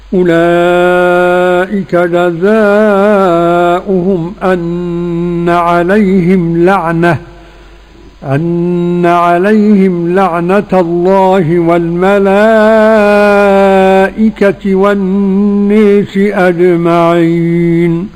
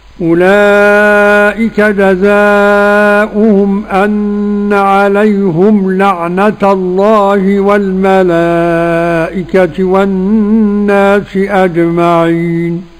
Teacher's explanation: إذن انفرد دوري أبي عمرو بإمالة كلمة للناس المجرورة · Shown in: first take · الإمالة للدوري فقط والباقون بالفتح. · Term: الإمالة الكبرى